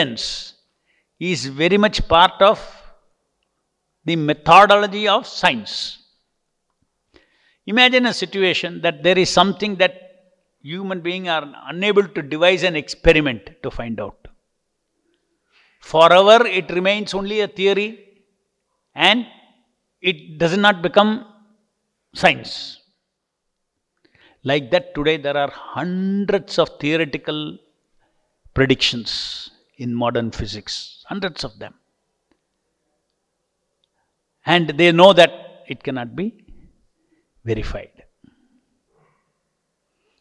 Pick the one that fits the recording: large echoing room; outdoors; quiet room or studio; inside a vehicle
large echoing room